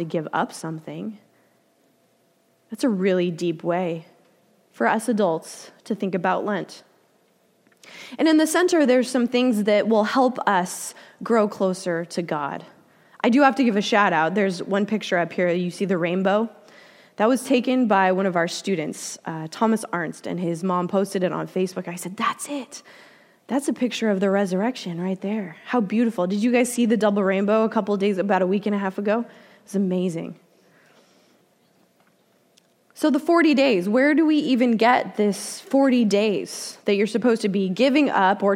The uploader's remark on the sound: Delivered during the Contemporary Worship service.